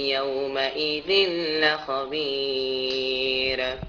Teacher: والراء توقف عليها بالترقيق بدون قلقلة